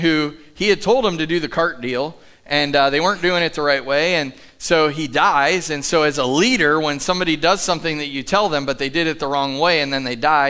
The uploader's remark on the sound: Live from The Summit Church in Dover, OH